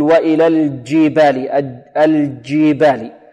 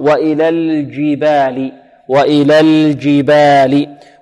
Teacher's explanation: ويحذر الطالب من أن يشرب الجيم حرف الدال، يقول وإلى الجبال، الجبال، يعني يلصق ماذا؟ ما يقرب من طرف اللسان مع وسط اللسان، فيحدث جيم مشربة بدال · Shown in: first take · وإلى الجبال، أو فيها جيم فيها رائحة الدال، وهذا خطأ.